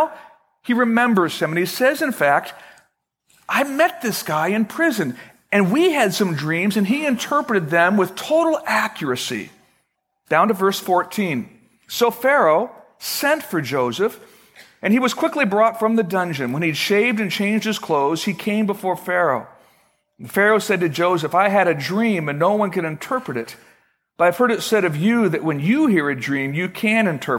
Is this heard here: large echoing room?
yes